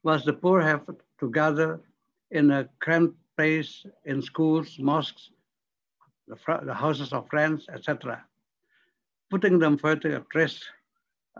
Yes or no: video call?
yes